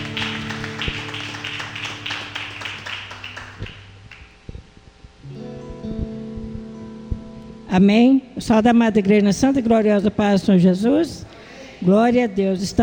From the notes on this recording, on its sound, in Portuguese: IGREJA ASS. DO NOME DO SENHOR JESUS EM JD. TROPICAL. Culto transmitido ao vivo pela RÁDIO LIVE GOSPEL.